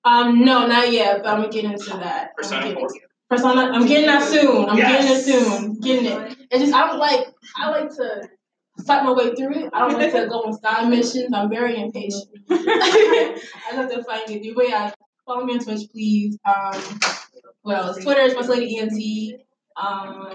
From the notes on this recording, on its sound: panel at UCF’s Day of Cosplay